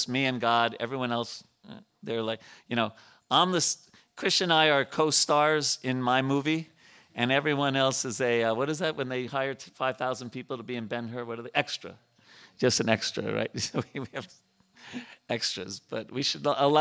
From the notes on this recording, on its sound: at the ISKCON temple in Potomac, Maryland.